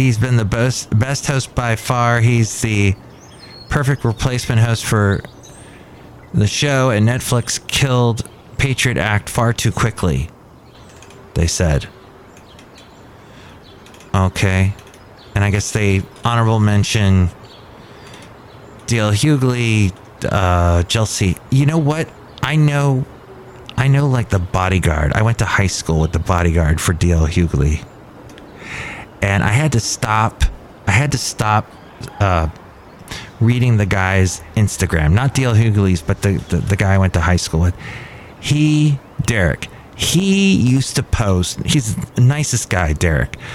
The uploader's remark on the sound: podcasts live from Cafe Anyway